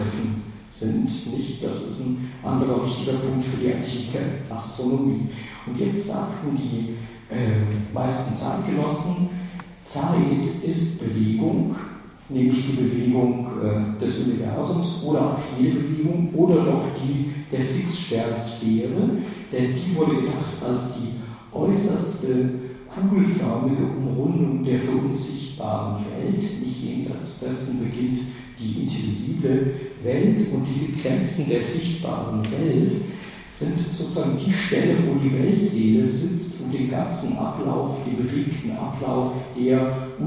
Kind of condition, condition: setting, large echoing room